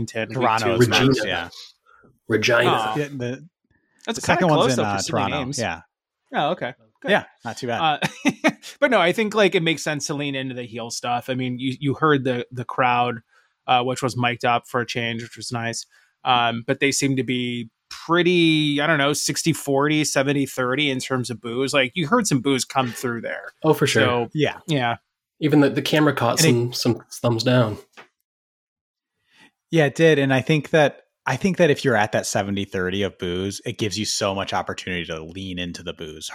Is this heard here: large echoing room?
no